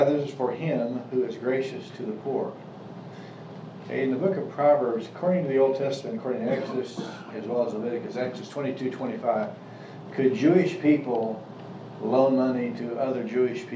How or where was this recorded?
large echoing room